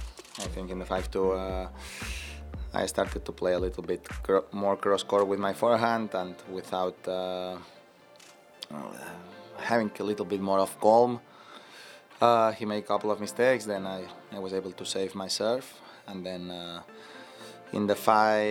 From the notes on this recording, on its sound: The middle weekend has arrived at the BNP Paribas Open, and the energy around the Indian Wells Tennis Garden is palpable. The hosts recap an electric Saturday in Tennis Paradise live from Indian Wells.